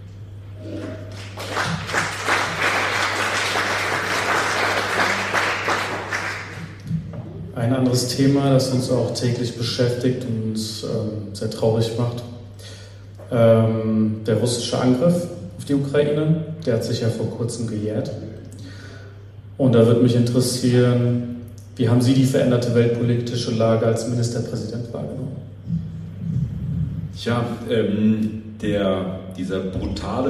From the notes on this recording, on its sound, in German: in einer LIVE-Aufzeichnung vor Publikum